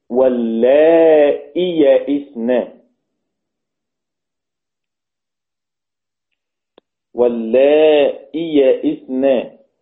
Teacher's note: صارت همزة مكسورة، همزة مكسورة بعدها ياء مفتوحة، وحرف الياء حذف